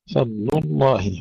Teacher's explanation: انتقال من اللام المرققة في فضل إلى اللام المفخمة في لفظ الجلالة